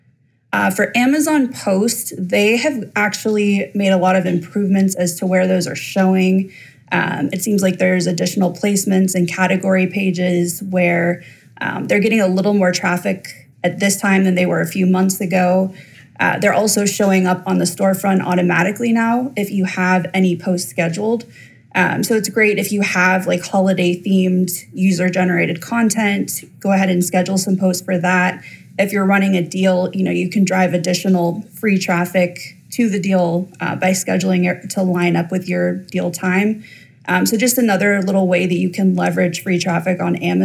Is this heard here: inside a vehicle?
no